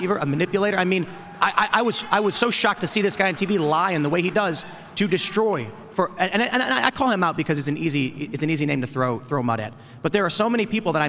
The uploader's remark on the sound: LIVE From TPUSA AMFest. LIVE at America Fest 2023 in Phoenix, Arizona.